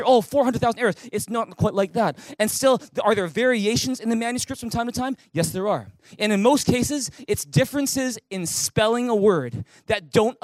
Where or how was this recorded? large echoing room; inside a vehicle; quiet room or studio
large echoing room